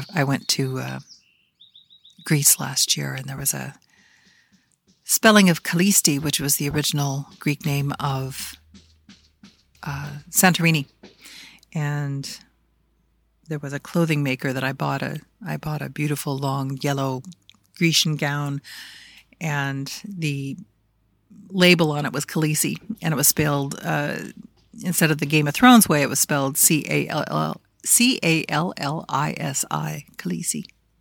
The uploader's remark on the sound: Oh, that banging you hear? Recorded May 7, 2023 on the Magic Porch.